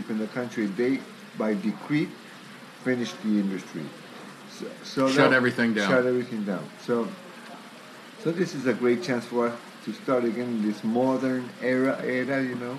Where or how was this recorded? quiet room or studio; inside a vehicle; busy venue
busy venue